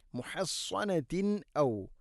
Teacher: തൻവീനു ശേഷം ഹംസ ഇവിടെ വെളിവാക്കി ഉച്ചരിക്കണം, ഇസ്ഹാർ ചെയ്യണം